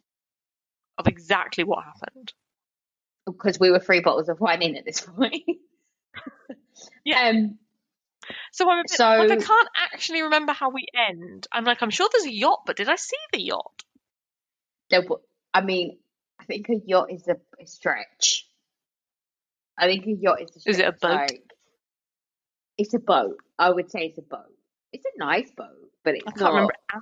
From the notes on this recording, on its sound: We tried a new way to record and the sound is off for this episode. I edited the best I could, but it's not great.